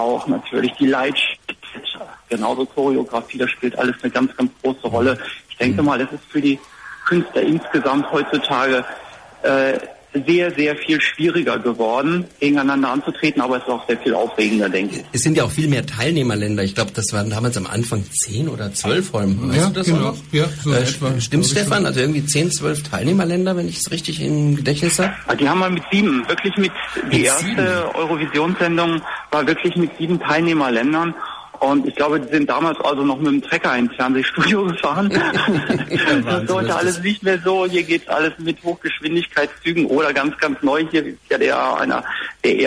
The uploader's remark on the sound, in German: Telefoninterview